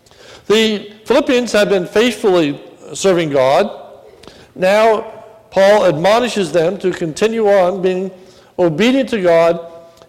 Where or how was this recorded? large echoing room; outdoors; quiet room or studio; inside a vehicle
large echoing room